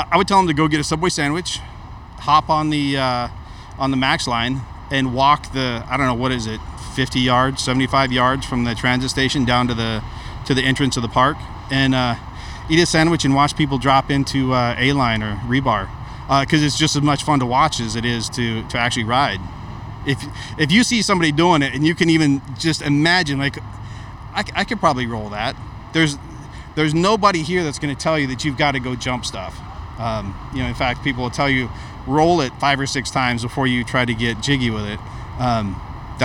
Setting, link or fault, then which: setting, outdoors